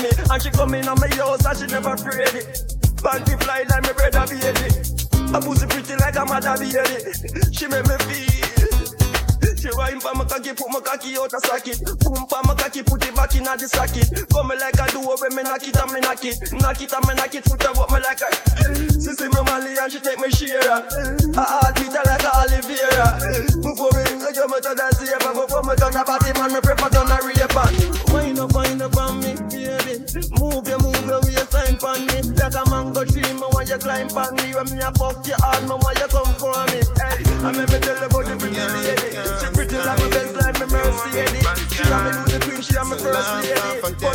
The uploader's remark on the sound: Recording of my live sets at event bookings.